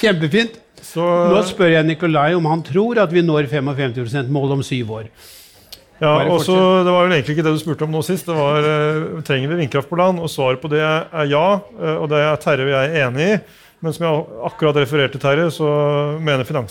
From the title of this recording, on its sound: Klimaoptimistene live fra Zerokonferansen 2022